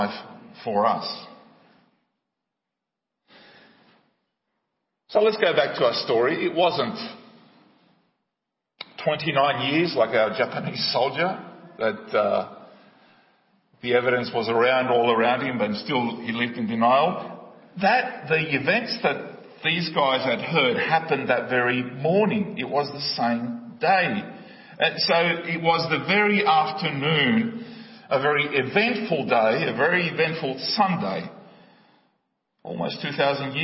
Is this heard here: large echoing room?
yes